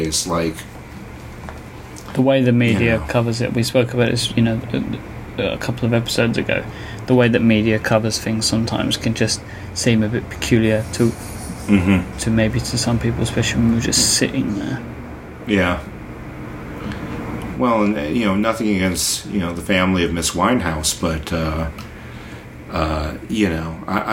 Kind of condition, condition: fault, sounds in the background